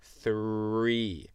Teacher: Et le r, c'est dans l'avant de la bouche, c'est pas dans la gorge comme en français, c'est three.